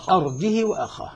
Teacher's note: قالون يقرأ بترك الهمزة وكسر الهاء وقصرها